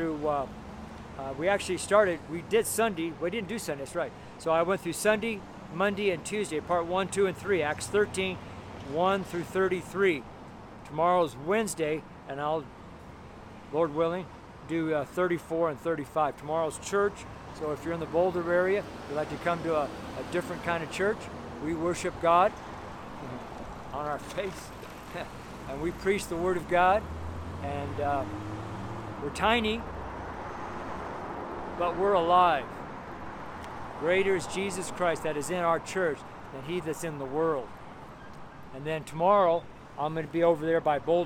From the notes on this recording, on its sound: The street sermon preached on the street here in Boulder, Colorado. It's the audio only, the video is on the network channel.